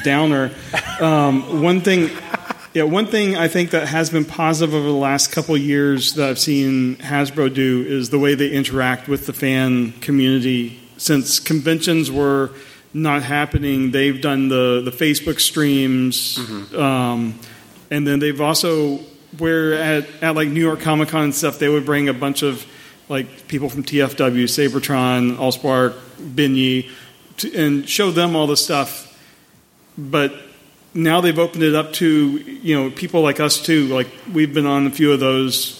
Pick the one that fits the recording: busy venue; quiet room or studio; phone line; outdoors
busy venue